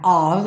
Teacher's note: esse F sempre com som de V